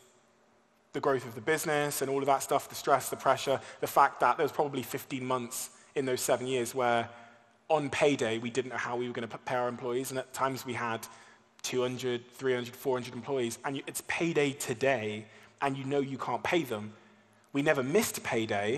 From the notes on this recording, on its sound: an intimate fireside chat at the Dubai Opera House